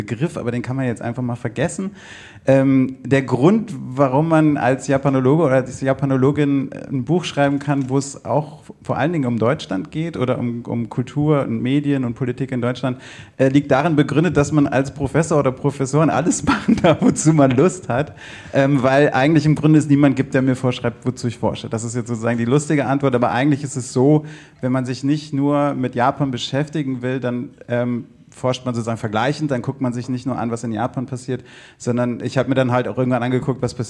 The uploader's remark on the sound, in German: Dieser Podcast wurde im Rahmen der Podcastbrause live im afterwork in Nürnberg aufgezeichnet. Hier werden an einem Abend drei Podcasts live und vor Publikum aufgezeichnet.